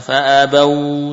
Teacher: Fa'abau, bacaan lin bukan bacaan mat, ya. Jadi jangan panjangkan fa'abau, jangan.